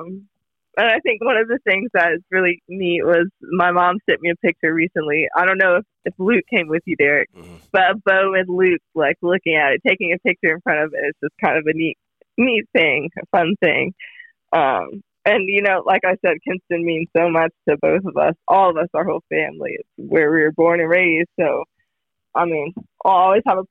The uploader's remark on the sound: Join us live in the studio and on the phone from Dallas.